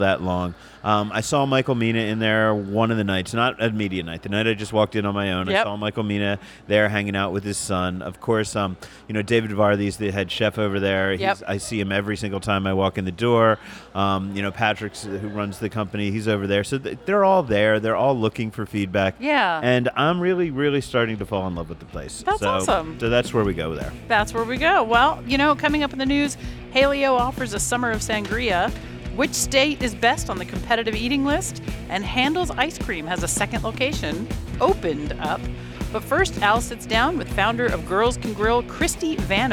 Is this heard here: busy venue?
yes